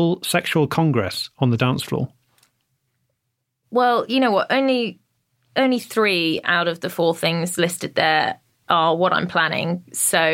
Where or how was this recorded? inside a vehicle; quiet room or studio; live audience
quiet room or studio